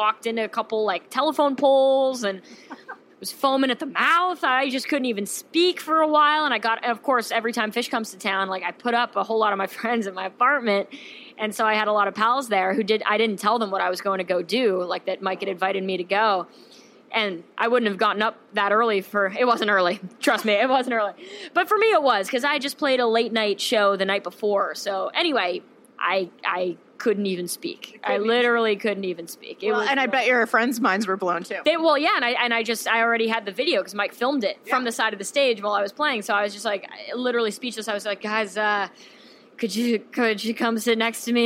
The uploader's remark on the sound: Hosting this backstage chat on the Tito’s Tour Bus at the Hogs for the Cause festival in New Orleans. Special thanks to Tito’s Handmade Vodka for hosting this backstage chat on the Tito’s Tour Bus at the Hogs for the Cause festival in New Orleans.